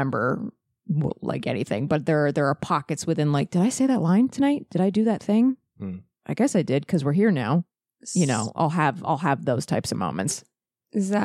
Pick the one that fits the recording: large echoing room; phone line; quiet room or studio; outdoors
quiet room or studio